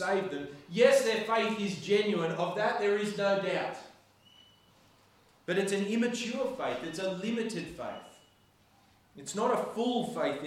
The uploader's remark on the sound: This sermon was preached on the 3rd of September 2023 at all services of Helensburgh and Stanwell Park Anglican Church